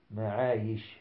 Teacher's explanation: أما إذا جرى جريانا تاما ولم ينحصر أصلا فإنه يسمى رخوا، كما في معايش، فإنك لو وقفت عليها وجدت صوت الشين جاريا تمده إن شئت